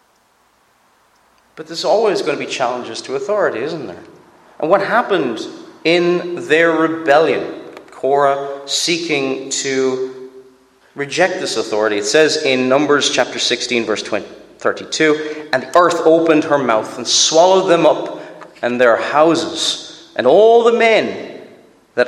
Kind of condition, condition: setting, live audience